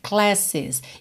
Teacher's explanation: o E final é pronunciado, tá? O E que vem antes do S